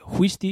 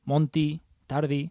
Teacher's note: La E se cierra también al final de palabra